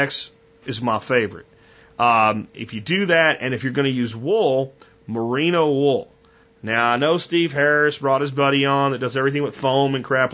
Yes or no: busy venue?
no